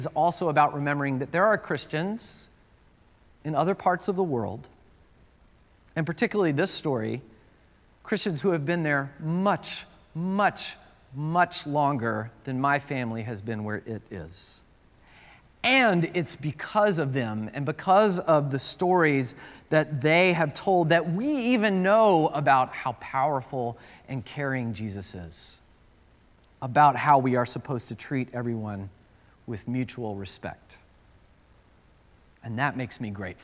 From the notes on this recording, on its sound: at Northwest Presbyterian Church in Atlanta